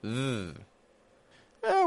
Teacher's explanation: We've got the tongue between the teeth without making pressure against the top teeth. · Term: TH sound